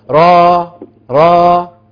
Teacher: را مش راء مفيش همزة. هي راء ألف بس ومد طبيعي ما نزودوش عن الطبيعي